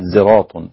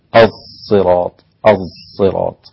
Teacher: صاد مشمه بالزاي، يعني بجيب الصاد هي هي وخلي الصفير بتاعها صفير الزاي وليس صفير الصاد · Shown in: second take · الصراط الصراط هكذا.